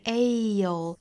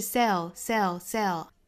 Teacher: 要注意双元音的滑动是 sail，那个是 sell，那个是没有滑动感的